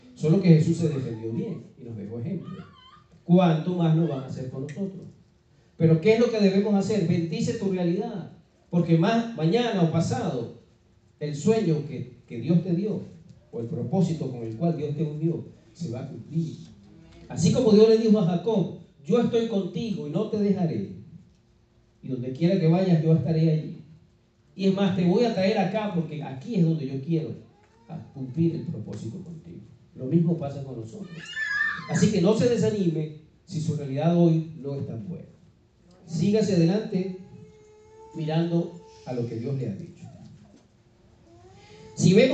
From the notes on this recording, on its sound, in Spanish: fue grabada en mayo del 2019 en vivo en nuestra iglesia, Church of God Centro Cristiano Renacer